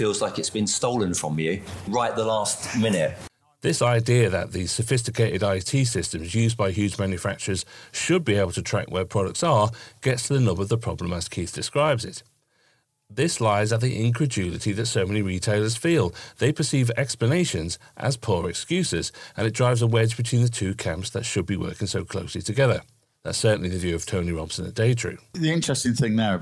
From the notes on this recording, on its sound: in-depth discussion that took place at the KBSA Conference